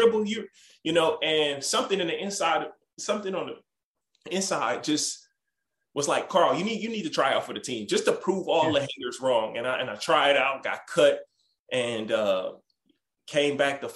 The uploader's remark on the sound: Birthday Zoom